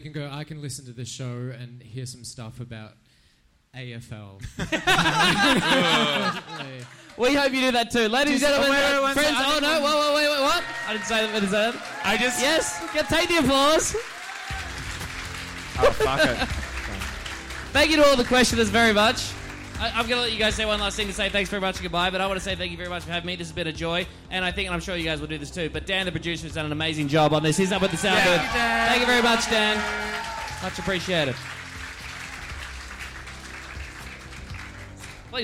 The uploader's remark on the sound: The Gays Are Revolting was presented live for the very first time at Midsumma Festival in Melbourne to a sold out crowd of 200 people. Note: part of the recording does distort, apologies.